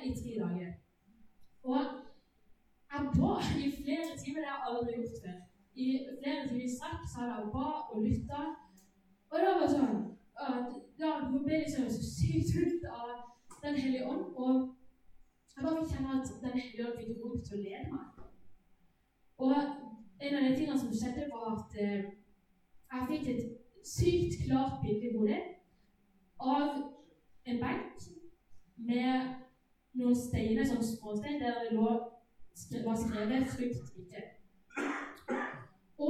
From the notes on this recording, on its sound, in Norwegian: Beklager, dårlig lydkvalitet.